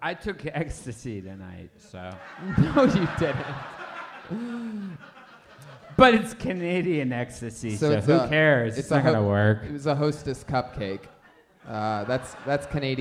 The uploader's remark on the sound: LIVE FROM TORONTO!